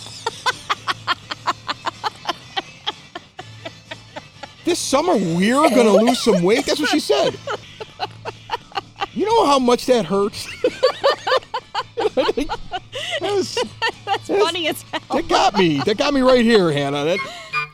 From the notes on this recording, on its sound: record an impromptu episode with a live crowd and turtle races at The Red Palm in Evergreen Park